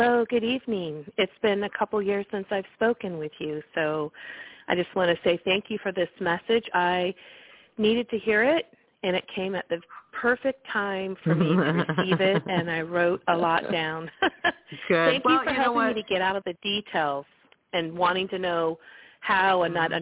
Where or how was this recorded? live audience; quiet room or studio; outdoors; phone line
phone line